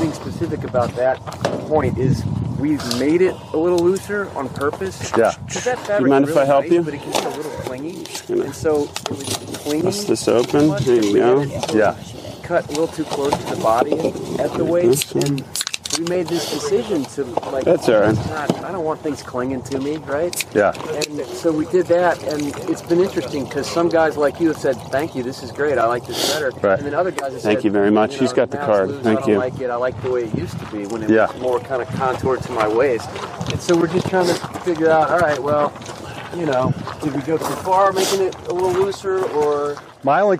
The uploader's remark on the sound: Were in town taking part in an event at East Potomac Golf Links, where we spent the day recording a podcast, while playing and walking the course.